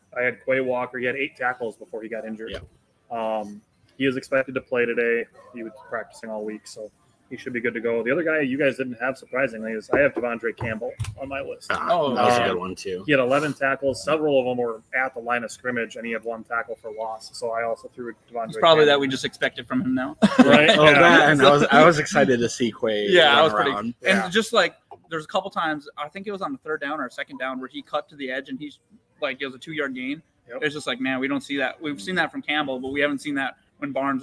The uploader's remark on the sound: LIVE SHOW! We are back on a Sunday Gameday special at Gameday Sports Bar in Appleton.